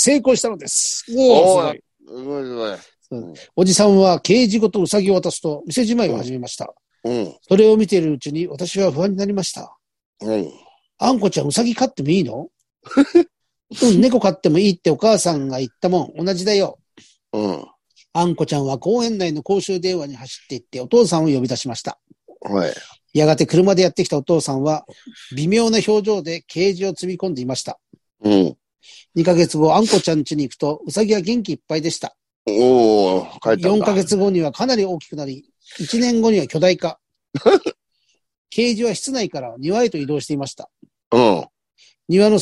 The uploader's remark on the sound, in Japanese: ZOOMで収録